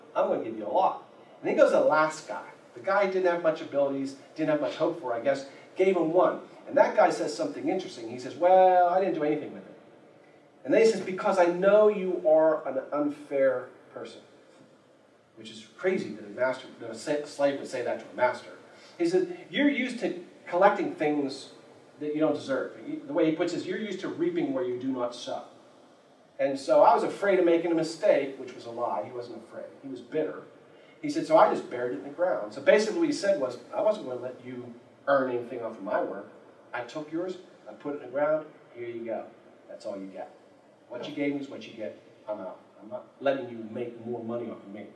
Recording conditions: poor sound quality